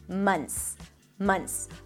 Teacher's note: you can drop the TH, you can totally drop it